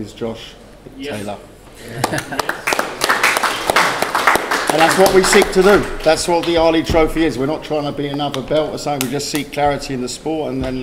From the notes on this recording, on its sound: POST FIGHT PRESS CONFERENCE | Matchroom Boxing.